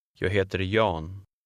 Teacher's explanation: the first two words will run together. Remember that the G at the end of the first word is silent.